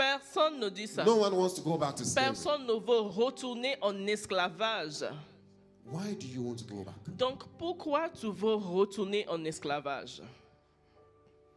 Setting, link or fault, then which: setting, large echoing room